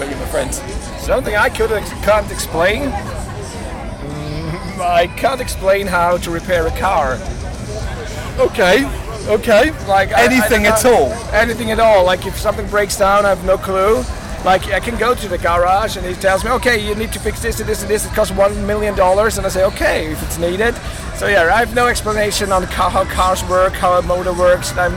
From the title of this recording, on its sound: Bloodstock 2023 Interviews